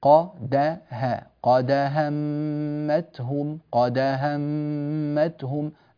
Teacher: الفتحة أطول من زمن القلقلة · Term: الفتح الكامل